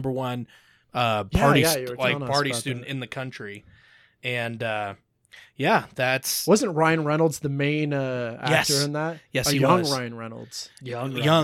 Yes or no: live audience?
no